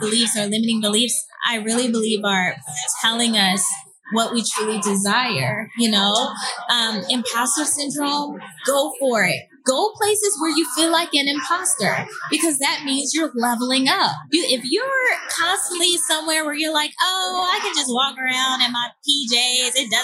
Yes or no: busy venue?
yes